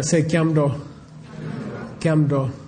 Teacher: It's the only case in the Tibetan language where the prenasal is a labial before a dental. So it should have been kyangro, kyando, you see?